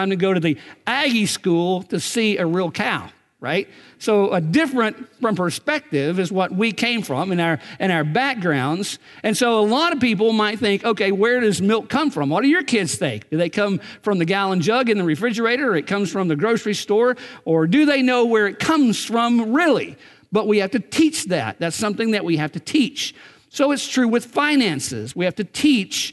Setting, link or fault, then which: setting, large echoing room